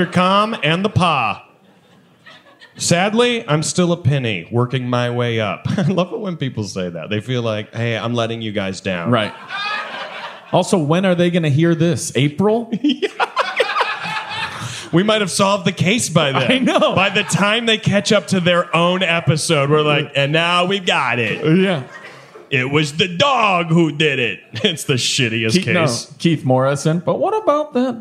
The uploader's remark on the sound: This week we come to you live from Red Clay Comedy Festival. From the audience.